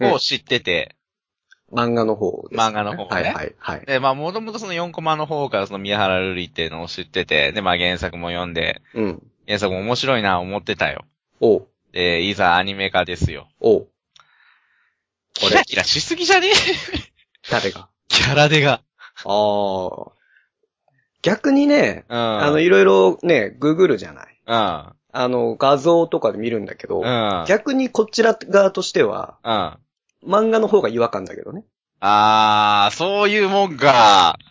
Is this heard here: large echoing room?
no